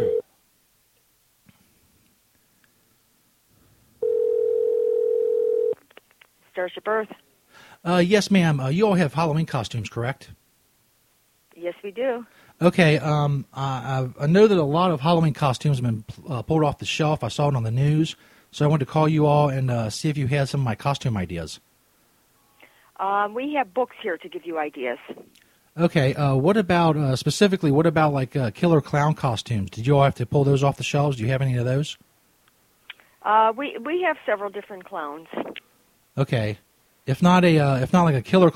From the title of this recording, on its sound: Live Halloween Prank Calls